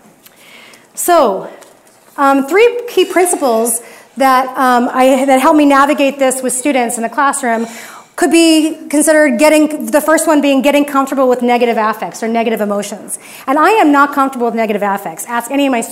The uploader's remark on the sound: A standing-room only audience at the Plaza View Room in Arcata, California.